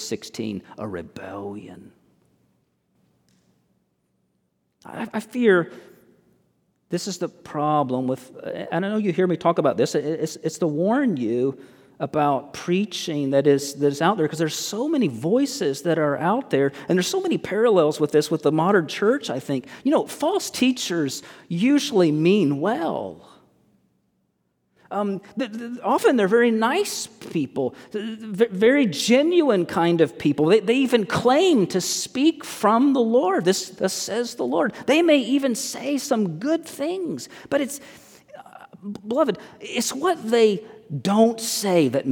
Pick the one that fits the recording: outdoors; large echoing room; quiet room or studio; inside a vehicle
large echoing room